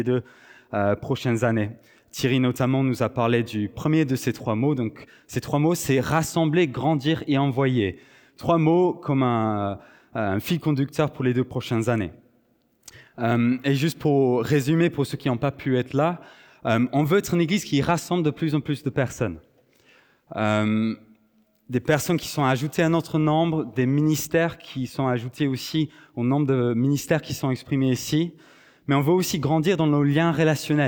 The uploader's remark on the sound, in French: Enregistré à l'église CVV, le 24/09/2023